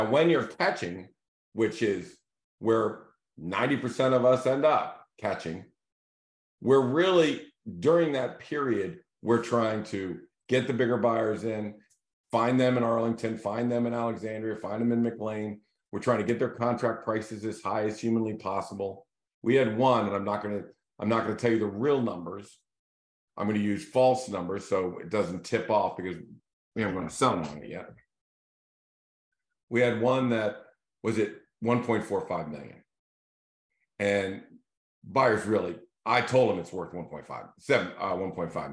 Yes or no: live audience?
no